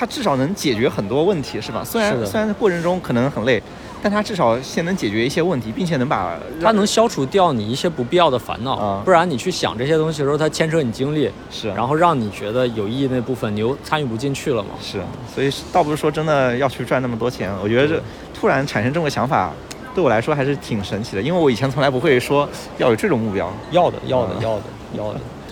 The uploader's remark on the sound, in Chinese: 本期录制于亚运会期间的萧山机场